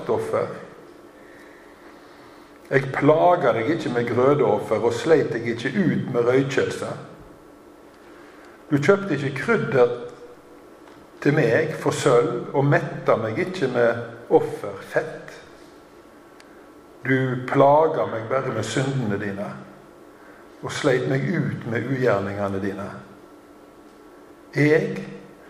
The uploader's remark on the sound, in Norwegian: Tale i Zoar 29. oktober